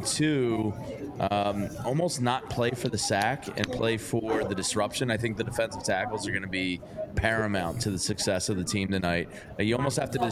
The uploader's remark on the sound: live from the Linc